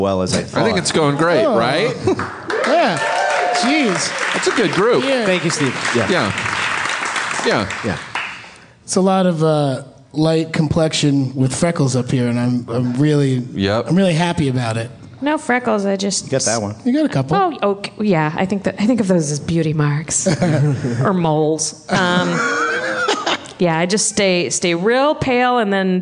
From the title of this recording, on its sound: LIVE at Starburns Castle